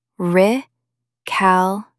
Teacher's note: Stress the second syllable.